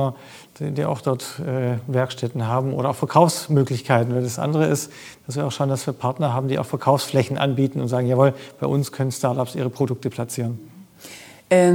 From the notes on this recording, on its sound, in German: Live vom Demo Day des 6.